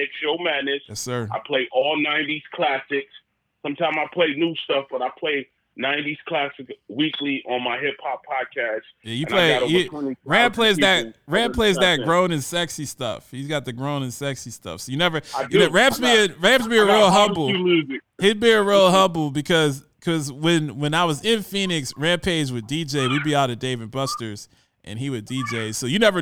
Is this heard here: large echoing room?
no